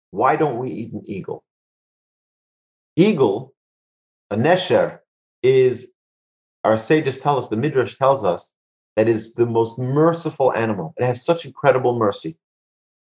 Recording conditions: video call